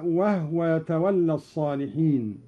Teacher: قوله تعالى: وهو يتولى الصالحين بإسكان الهاء